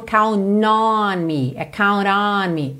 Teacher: Percebe como esse T virou quase um rararã, porque é quase como se eu estivesse ligando direto no N, só que não é o N mesmo, …, é …, ra, ra, ….